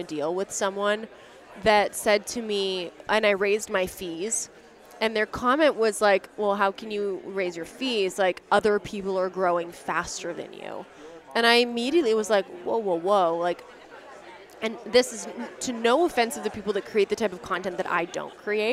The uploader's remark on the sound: Recovering what we thought was lost footage from a live recording at Voices of Dentistry was a win for our team.